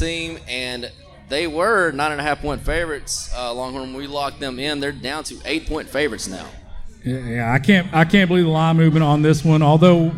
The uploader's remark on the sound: We did this one live from The Chop House Live in Roanoke!